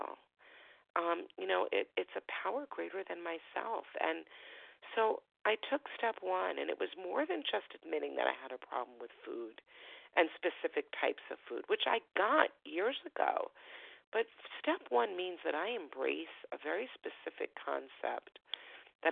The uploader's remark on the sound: Phone Meeting.